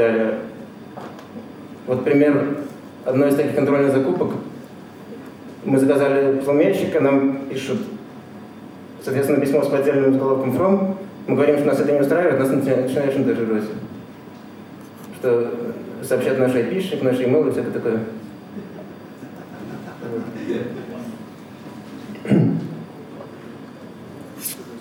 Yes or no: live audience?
yes